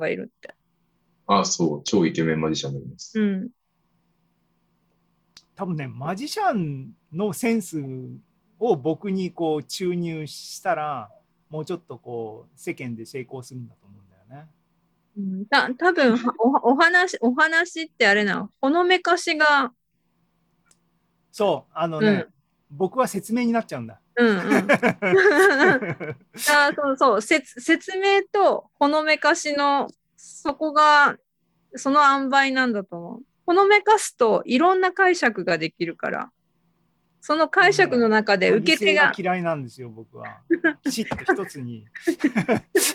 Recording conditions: video call